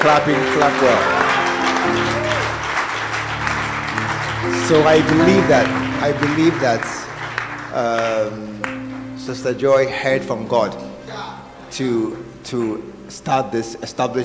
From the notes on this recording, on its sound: Preached At The Art Of Evangelism Conference